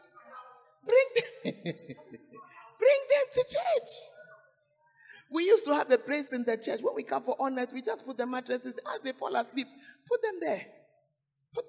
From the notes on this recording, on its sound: Preached At Berekum on 2nd December, 2020